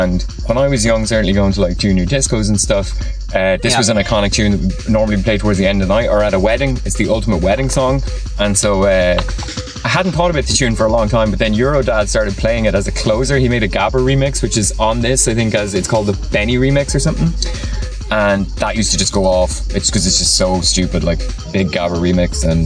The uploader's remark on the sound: Recorded in the back of my car at Bang Face